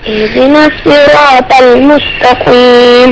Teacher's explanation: الطاء تفخم مش التاء اللي بعديها